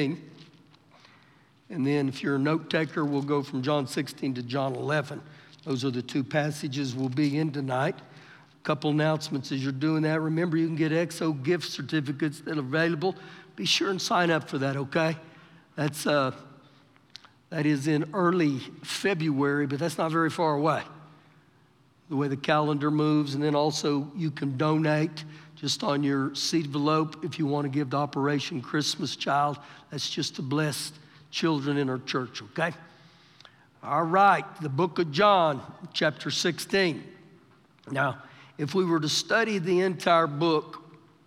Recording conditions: live audience